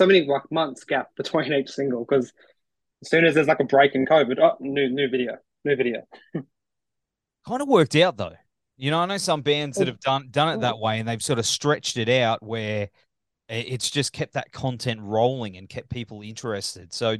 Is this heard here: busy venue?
no